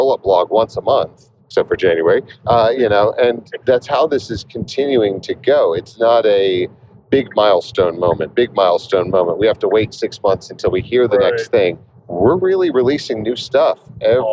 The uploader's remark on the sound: recorded on December 3rd, 2023 live from the Autobahn